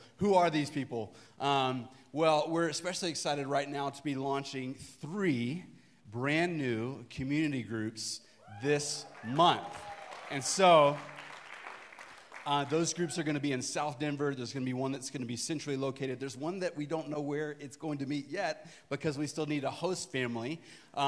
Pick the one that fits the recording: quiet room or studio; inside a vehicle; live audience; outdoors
live audience